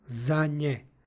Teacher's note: imamo umekšavanje izgovora suglasnika n i prelazak u nj